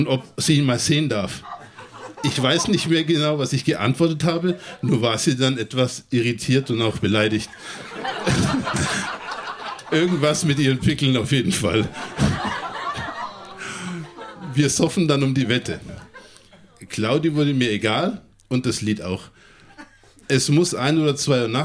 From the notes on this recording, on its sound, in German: Texte von gestern“-Liveshow. Im Monarch, Berlin. Heißen Dank an den Monarch, unser tolles Publikum.